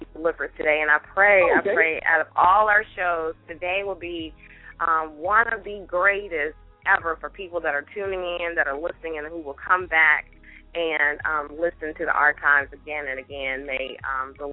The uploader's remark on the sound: LML uses a progressive live call in format.